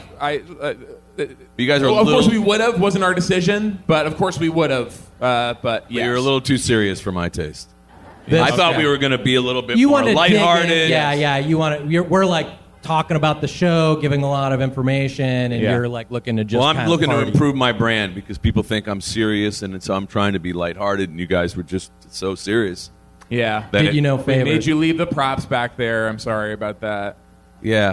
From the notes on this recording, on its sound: Live from VultureFest LA.